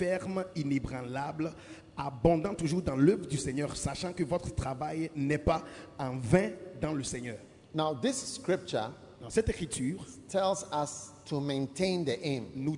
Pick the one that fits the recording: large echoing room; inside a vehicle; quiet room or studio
large echoing room